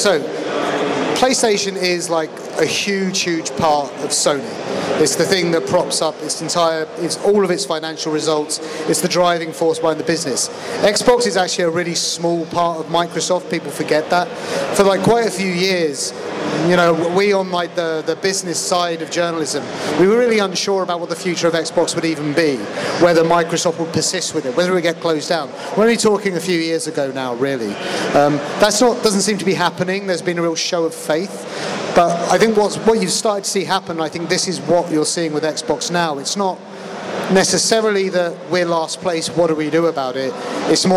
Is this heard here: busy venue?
yes